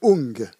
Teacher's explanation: à mon avis, c'est ung plutôt, parce que le M est nasalisé, puisqu'il y a un point dessous. · Term: nasaliser